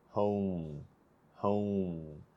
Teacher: So home starts with huh and then it ends in om. And you can feel that movement of your lips to get that full O sound if you put them in front of your lips as you say the word home, home. · Term: diphthong